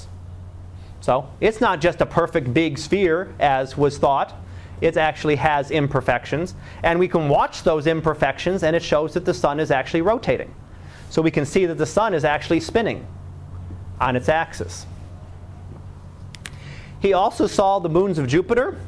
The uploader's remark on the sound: Live Class Lecture